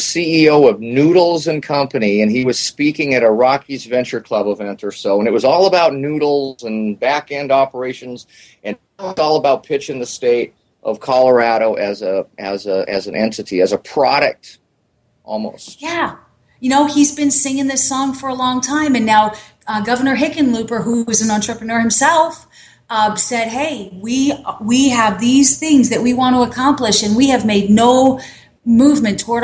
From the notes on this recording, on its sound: On location from the BMA Colorado regional conference B2B Rising